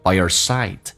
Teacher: by 跟 our 还有一个连音叫 byer,By ye,加个 ye